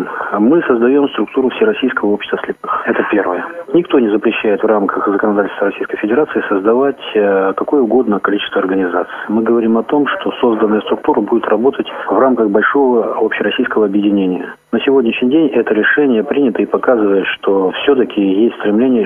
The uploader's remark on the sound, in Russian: В Симферополе состоялась учредительная конференция Крымской республиканской организации Всероссийского общества слепых. С места событий на наши вопросы ответил по телефону.